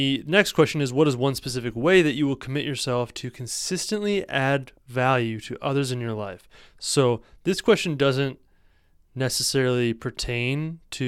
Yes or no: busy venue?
no